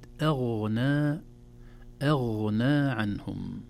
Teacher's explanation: كلمة أغنى عنهم، الهمزة مرققة والغين مفخمة، لا نقول ما أغنى، نرقق الهمزة ثم ننتقل إلى الغين مفخمة أيضا لينة في النطق.